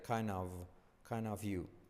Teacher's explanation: La D no se pronuncia